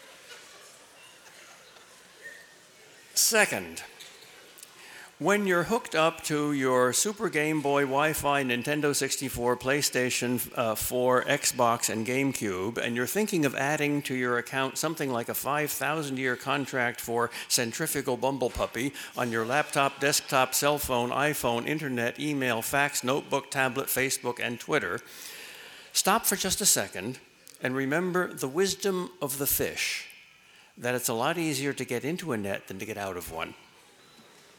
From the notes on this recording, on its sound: delivered the Commencement Address at the 2014 Commencement.